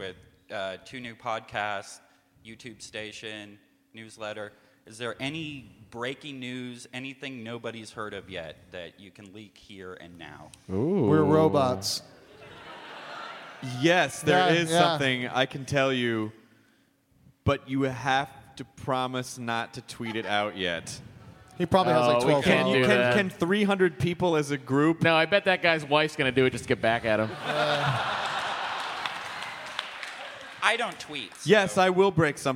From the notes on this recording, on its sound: Live from Austin, TX. Do a sing-a-long with the audience and take some quemments!